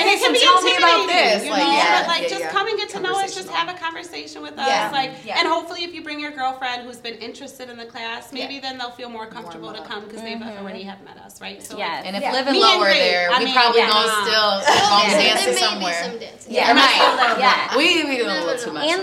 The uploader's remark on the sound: Live from Over the Top Dance , an intergenerational dance studio where the Hotties in Heels (Ultimate Girls Night Out) class takes place. Live from Over the Top Dance , an intergenerational dance studio where the Hotties in Heels (Ultimate Girls Night Out) class takes place.